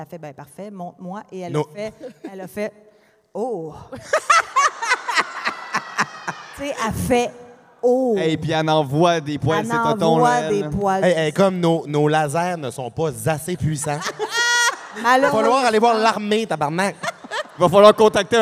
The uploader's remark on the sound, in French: LIVE à Montréal! L'enregistrement s'est déroulé devant 1200 personnes dans une église pleine à craquer à Montréal durant la canicule, sans air climatisé. Il fait donc 4000 degrés sur place.